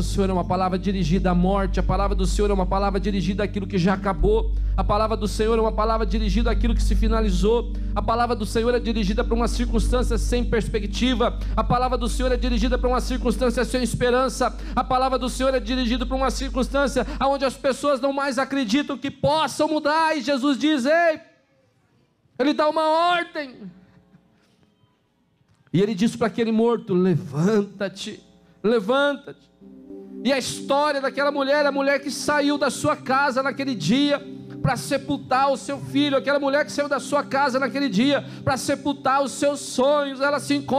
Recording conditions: large echoing room